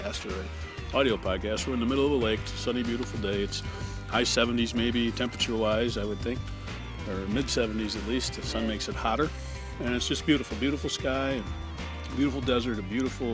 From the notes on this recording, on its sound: One, we did the bulk of the recording on a boat on Lake Moovalya in Parker Arizona.